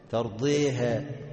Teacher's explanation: الفتحة هتبقى قريبة جدا من الكسرة، والالف تبقى قريبه جدا من الياء · Term: الإمالة